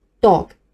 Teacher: 注意尾音 g，要发得轻一些，不要发得太重